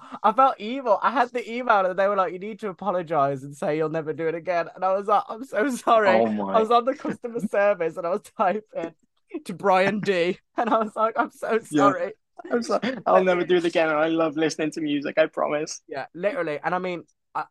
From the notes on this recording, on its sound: when we got off the Zoom call - Zoom which had both plagued us a lot that day